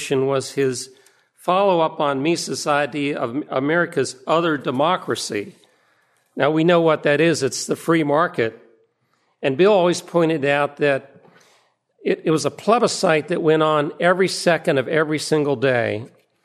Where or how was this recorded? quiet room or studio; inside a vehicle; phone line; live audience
live audience